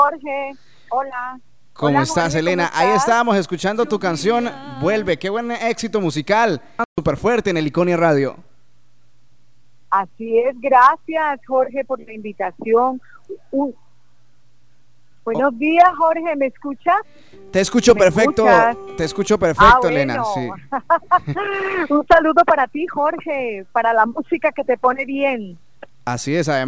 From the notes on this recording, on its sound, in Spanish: Entrevista Telefónica en Heliconia Radio - Casanare Colombia.